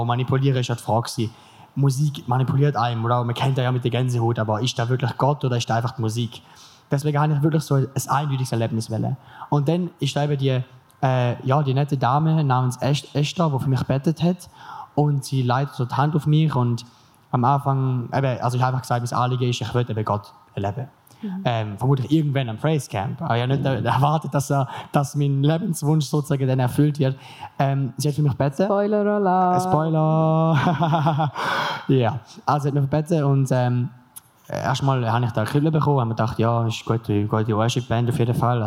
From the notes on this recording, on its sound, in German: LIVE vom PraiseCamp. Wir sind wieder da und melden uns direkt mit einer Spezialfolge zurück, die wir über Neujahr am PraiseCamp aufgenommen haben. Warst du vor Ort bereits dabei und möchtest nun hören, ob man dich an deinem Klatschen erkennen kannst?